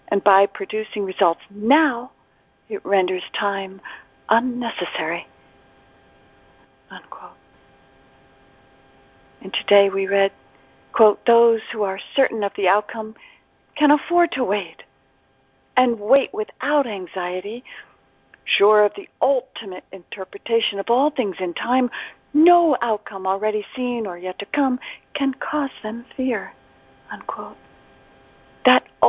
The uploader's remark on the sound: ACIM Daily TEXT Conference Call.